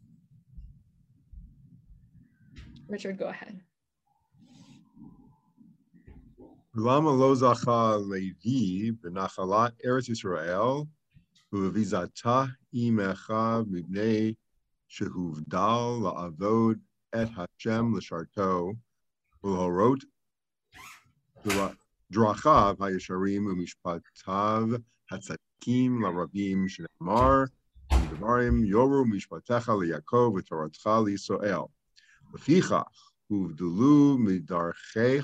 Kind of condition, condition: link, video call